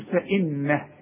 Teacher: فانه ده وقفت، انا بعلمك ازاي تقف وازاي توصل وقف اضطراري، تقول فانه، لكن انت ملاحظ ان النون لازم تغم لان عليها الشده، اذا عند الوقف وعند الوصل.